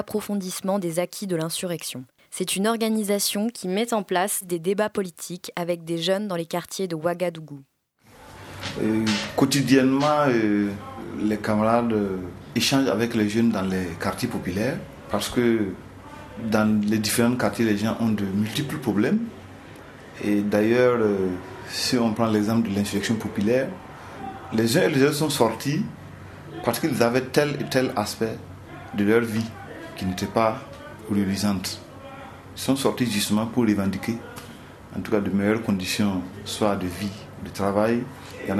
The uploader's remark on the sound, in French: Témoignages enregistrés par des militants de l'UJR en octobre 2019 aux Journées anti-impérialistes à Ouagadougou